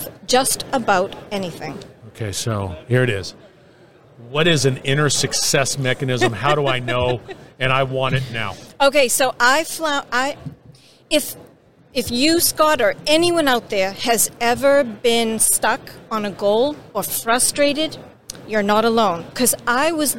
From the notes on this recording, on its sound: is onsite at the 30th Annual SMRP conference